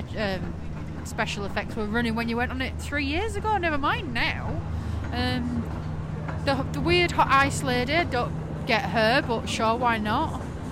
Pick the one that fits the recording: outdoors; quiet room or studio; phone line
outdoors